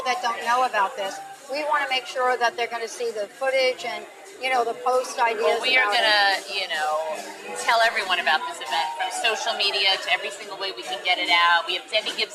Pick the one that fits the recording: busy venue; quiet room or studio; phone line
busy venue